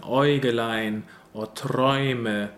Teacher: They are pronounced exactly the same way with an open O sound · Term: diphthong